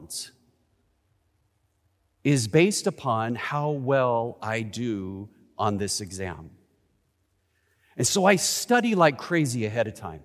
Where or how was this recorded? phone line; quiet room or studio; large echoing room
large echoing room